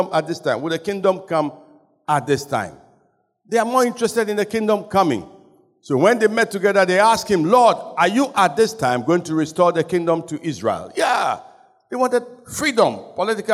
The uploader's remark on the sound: Sermon preached at CBC Shiashie